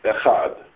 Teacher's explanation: Echad. You do the first syllable quickly and extend out Echad.